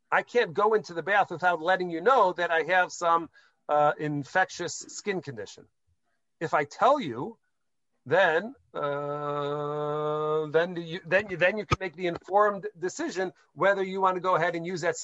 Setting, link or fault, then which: link, video call